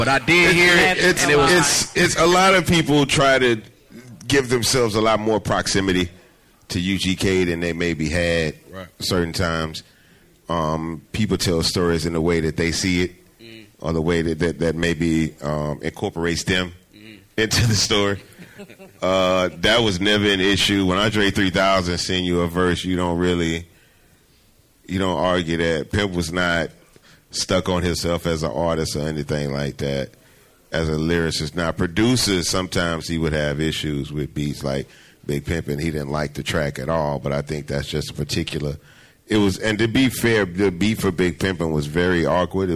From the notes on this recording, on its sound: Live from the WeWork Houston Galleria in Houston, TX! Live tour stop.